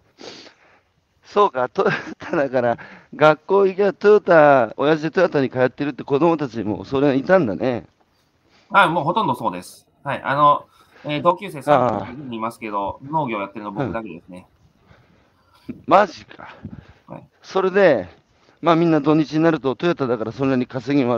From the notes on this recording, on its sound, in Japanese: 歩きながら1時間、対談する